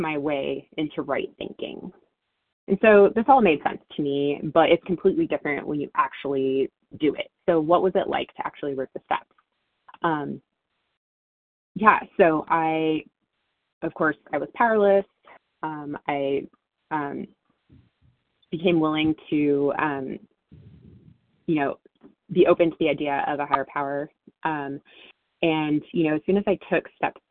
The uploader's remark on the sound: 100 Pounders Phone Meeting